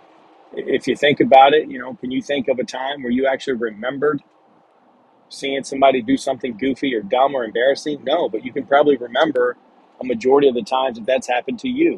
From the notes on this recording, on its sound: Sorry for the background noise I am driving and recording on my phone.